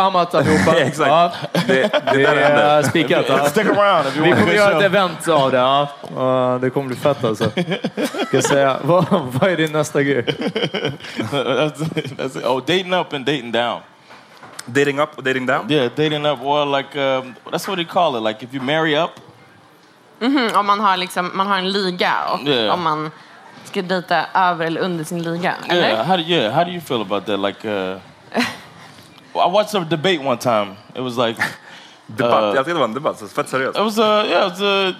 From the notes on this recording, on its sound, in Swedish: LIVE-avsnitt från podstudion i Kulturhuset i Stockholm. Live at Kulturhuset. Denna vecka släpper vi vårt hypade LIVE-avsnitt från podstudion i Kulturhuset i Stockholm.